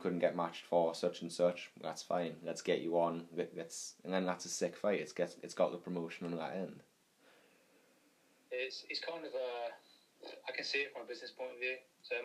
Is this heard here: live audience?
no